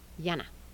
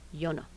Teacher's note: And nasal tap allophone of N.